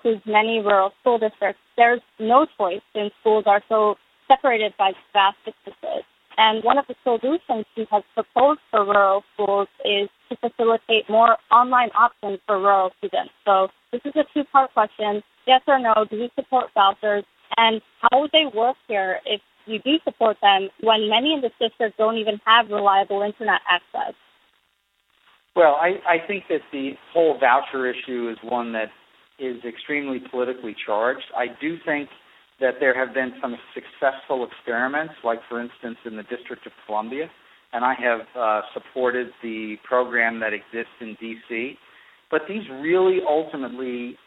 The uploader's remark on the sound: Via telephone.